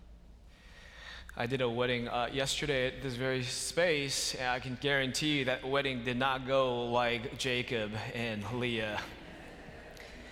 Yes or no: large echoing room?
yes